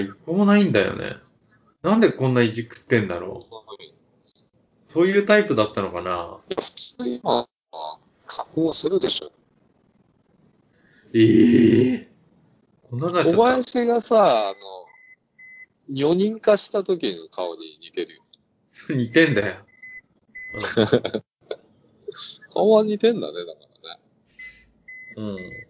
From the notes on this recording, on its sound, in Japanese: 今回は非常に音質が悪いです。